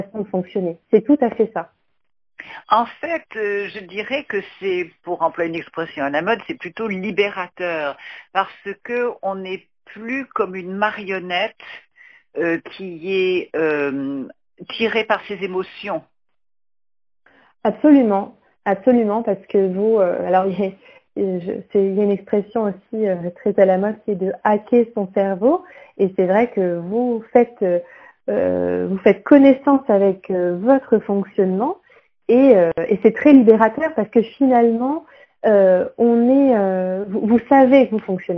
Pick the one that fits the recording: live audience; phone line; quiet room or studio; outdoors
phone line